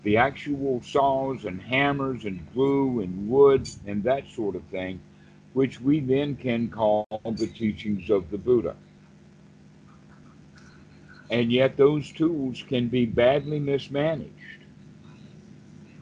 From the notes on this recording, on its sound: skype calls on this channel